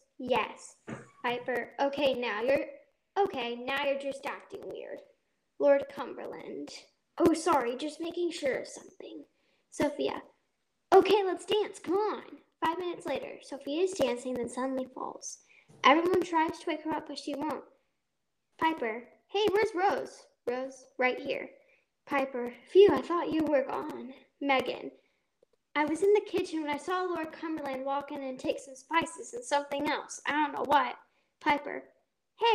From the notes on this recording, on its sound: Sorry for bad audio. Microphone, it was being weird.